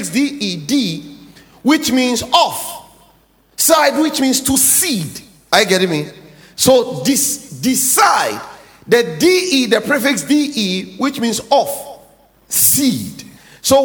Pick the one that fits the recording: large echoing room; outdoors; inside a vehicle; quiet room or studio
large echoing room